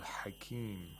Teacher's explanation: حَا is pronounced from the top of the throat by tightening the throat, the top part of the throat.